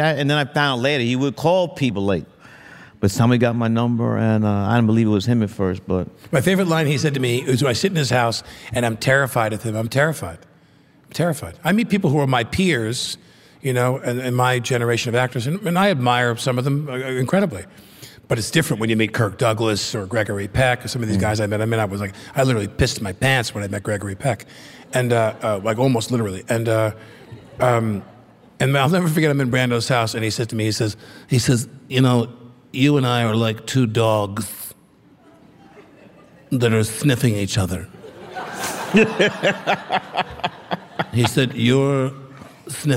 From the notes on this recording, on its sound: This affectionate, funny conversation was recorded in front of a live audience at the Tribeca Film Festival.